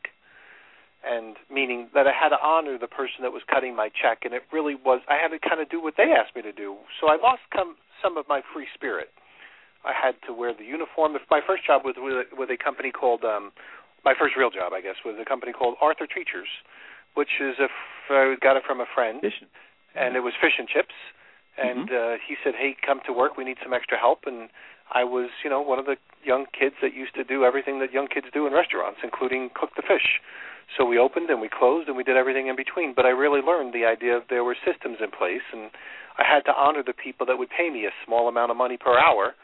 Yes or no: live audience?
no